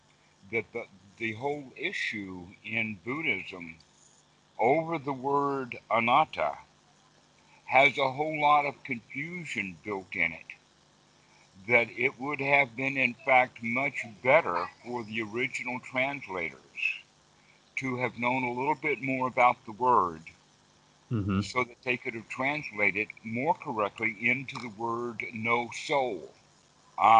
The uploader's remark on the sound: skype calls